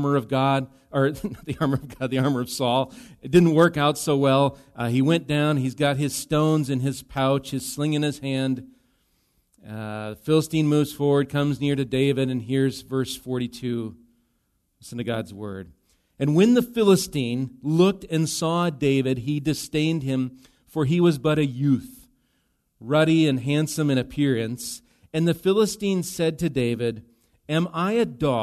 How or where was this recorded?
large echoing room